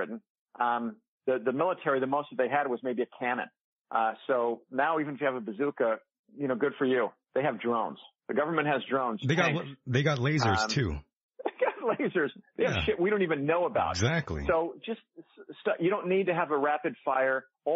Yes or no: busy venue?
no